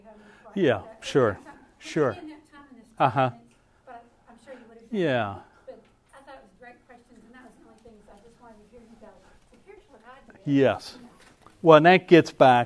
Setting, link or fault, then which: setting, live audience